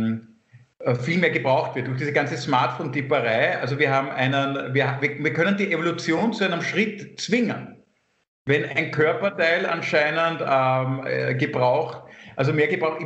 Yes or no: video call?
yes